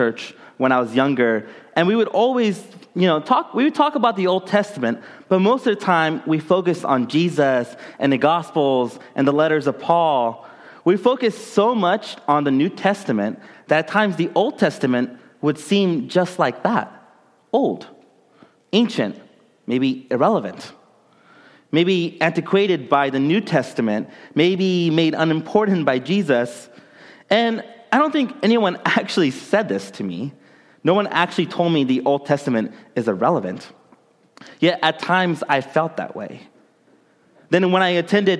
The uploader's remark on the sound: during the Contemporary Worship service